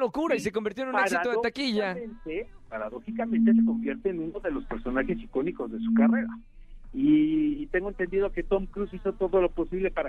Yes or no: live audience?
no